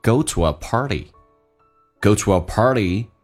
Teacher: To 跟 a 中间可以有一个连音叫 w，元音跟元音之间连音，不是加我就是加也，叫 to a，而且用降调来读 go to a party.Go to a party.